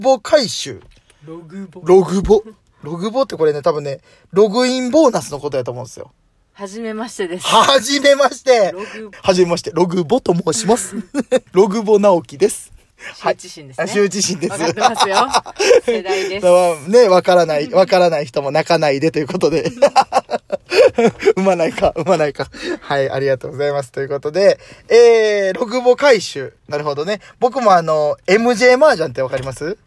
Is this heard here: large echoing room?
no